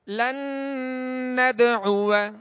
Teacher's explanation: دال ساکن ہے. قاعدہ کون سا ہے؟ قلقلہ کریں گے، آواز میں جنبش ہوگی · نون ساکن کے بعد نون ہے حروف یرملون میں سے، لہذا یہاں پر ادغام ہوگا، اور ایک الف کی مقدار میں غنہ کریں گے